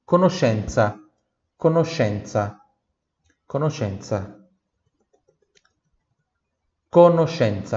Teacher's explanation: Perceba que eu tenho aqui o SCE, tá? que tem som de X. Sempre quando eu tenho SCE, tem som de X.